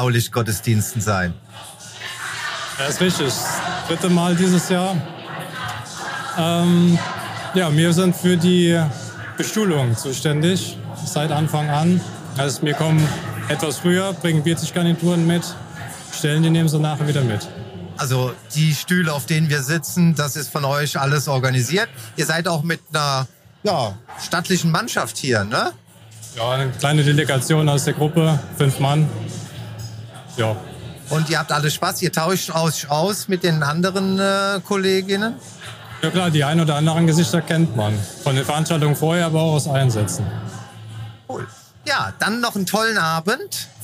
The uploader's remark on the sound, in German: Blaulichtgottesdienst 2022. Alle Hilfsorganisationen waren eingeladen, im Rahmen eines Gottesdienstes zusammenzukommen. Beim gemütlichen Abend mit leckerem Essen unserer Verpflegungseinheit haben wir live einige Stimmen zu dieser rundum gelungenen Veranstaltung eingefangen.